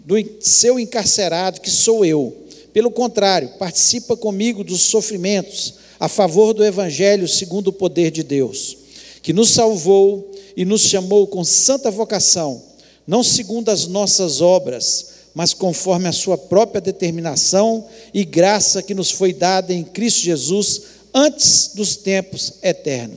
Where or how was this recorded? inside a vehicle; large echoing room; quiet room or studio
large echoing room